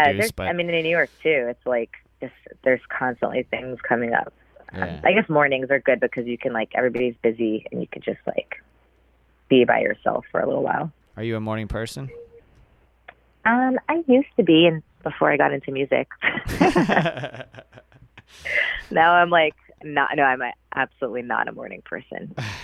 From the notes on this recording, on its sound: We caught up by phone